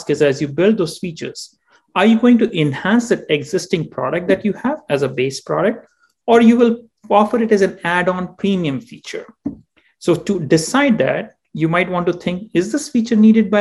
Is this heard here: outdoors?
no